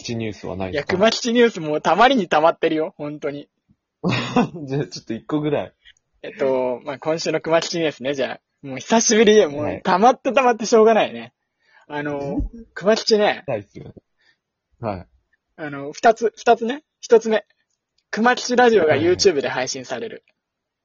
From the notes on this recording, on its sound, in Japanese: リモート収録思ったより手軽で、毎日やりたい。